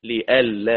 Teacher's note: قرأ أبو جعفر مثل قالون بتحقيق الهمزة لئلا، وخالف ورش في الإبدال.